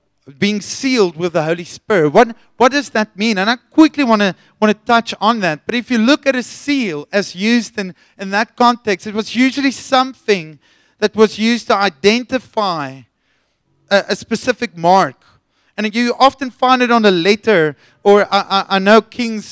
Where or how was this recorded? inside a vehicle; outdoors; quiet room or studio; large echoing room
large echoing room